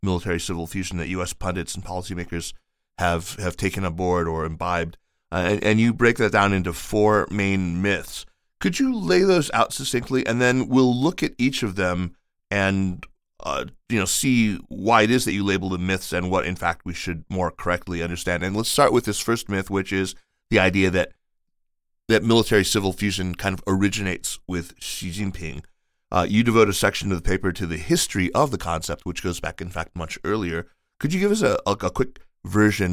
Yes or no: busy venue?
no